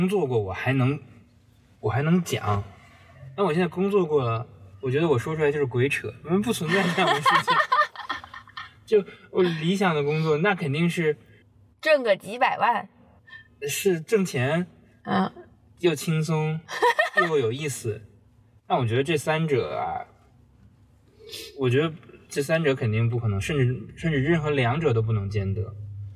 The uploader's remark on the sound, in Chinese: 工作太忙了，没有时间录音，只好在开车上班的时候录音啦。